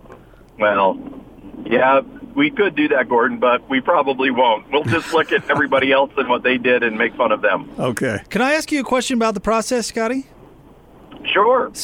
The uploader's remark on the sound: call in to the show